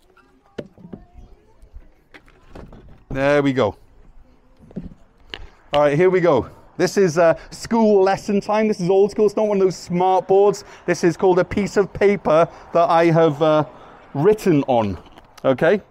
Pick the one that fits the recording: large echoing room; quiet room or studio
large echoing room